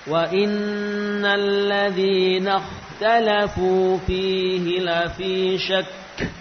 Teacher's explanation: Penundaannya adalah selama atau sepanjang kita sedang mensukun kaf ya, mensukun kaf yang pertama ya, tanpa kita lepaskan lidah dari langit-langit · Term: waqaf pada kaf